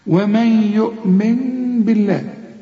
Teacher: اقلب النون لميم واخفيها وغنها وما تضم شفايفك · Term: الإقلاب